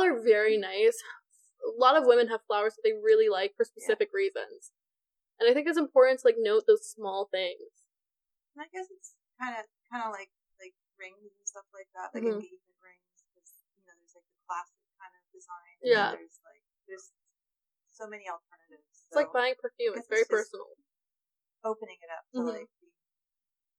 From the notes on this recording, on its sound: This was our first audio-only recording. You'll have to excuse the "beginner" audio quality.